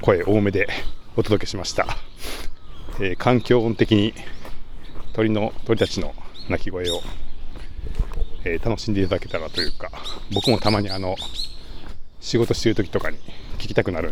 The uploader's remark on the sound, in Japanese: zoom M2を持ちながらお散歩録音してみた